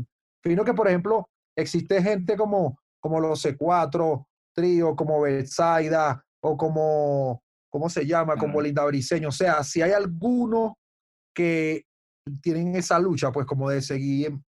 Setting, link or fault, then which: link, video call